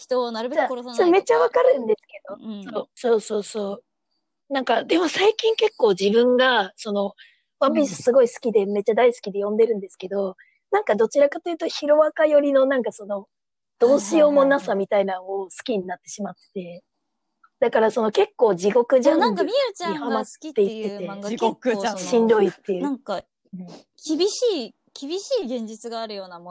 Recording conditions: video call